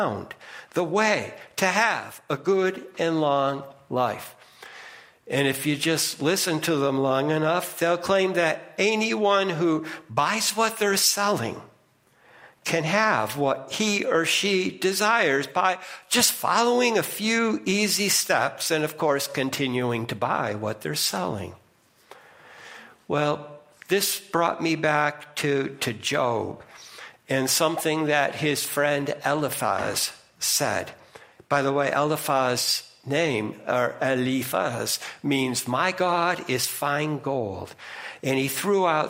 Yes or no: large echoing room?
yes